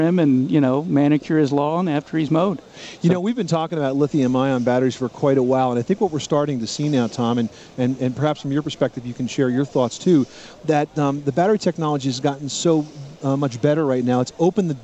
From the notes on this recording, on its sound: Live from the National Hardware Show. Broadcast live from the 2009 National Hardware show in Las Vegas.